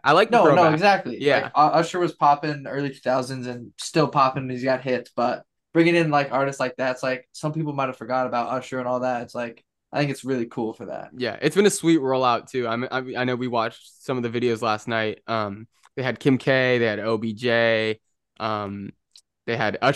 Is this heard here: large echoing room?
no